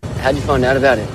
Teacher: the auxiliary verb did is contracted to just a D, like in how did, howed, and then followed by you.